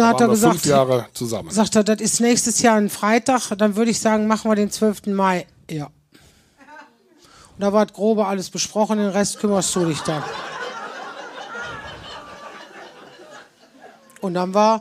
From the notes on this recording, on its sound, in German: Teil des Live-Podcast aus dem Talbahnhof.